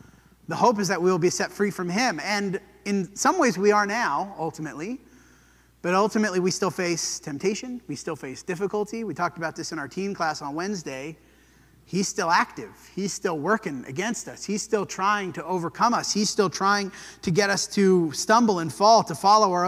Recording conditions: large echoing room